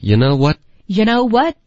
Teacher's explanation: what 的这个特的音会省略